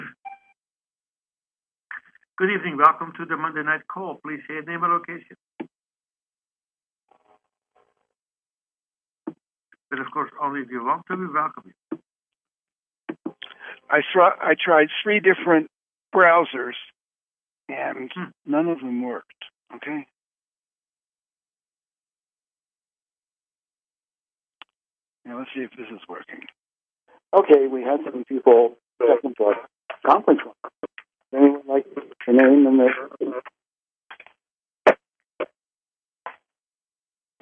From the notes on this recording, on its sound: Conference Call LIVE.